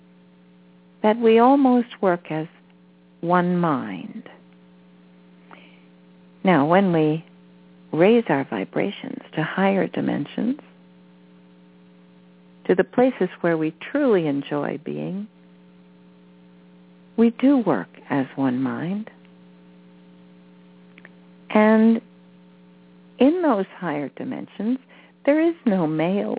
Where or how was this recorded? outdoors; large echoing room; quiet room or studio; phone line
phone line